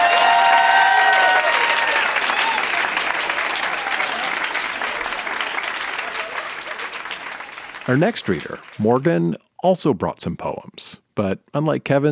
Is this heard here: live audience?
yes